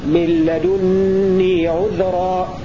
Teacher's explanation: وقرأ الباقون بضم الدال وتشديد النون